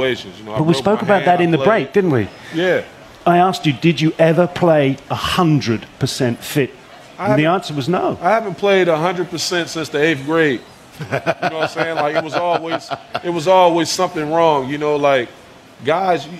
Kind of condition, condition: setting, live audience